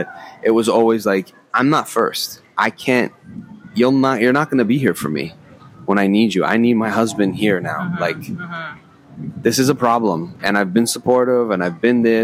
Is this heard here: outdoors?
yes